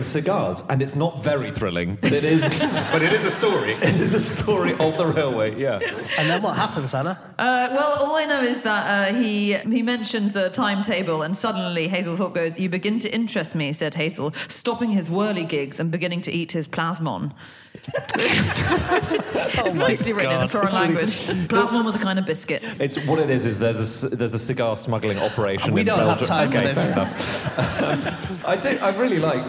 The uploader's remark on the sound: Live from Newcastle